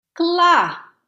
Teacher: a descending tone, something that starts at a high register and goes down